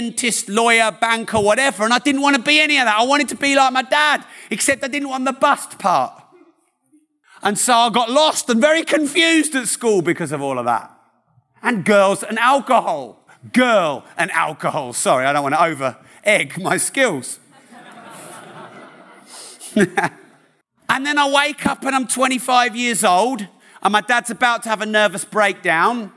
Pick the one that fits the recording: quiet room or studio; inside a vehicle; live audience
live audience